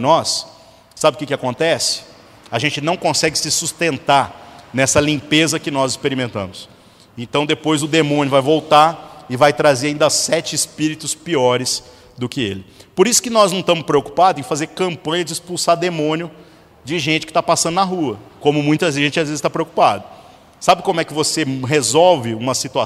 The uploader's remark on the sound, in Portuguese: Na Igreja Sal da Terra - Manifesto, em Uberlândia-MG.